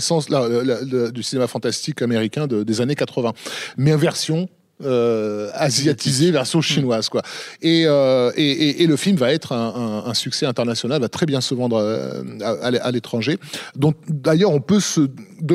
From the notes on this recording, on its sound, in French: Cet épisode a été enregistré le 7 mars 2019 au cinéma Les 7 Batignolles (Paris, 17e).